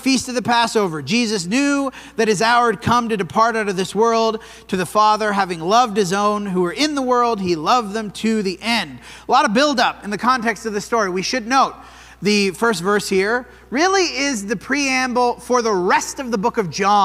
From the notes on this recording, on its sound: This sermon was preached at the Dewey Church of Christ on January 14, 2024.